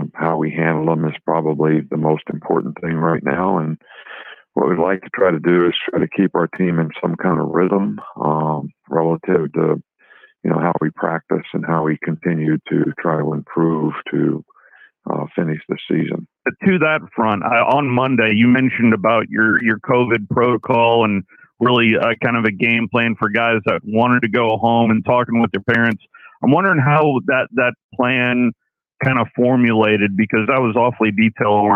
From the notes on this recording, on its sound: BamaInsider Call-In Show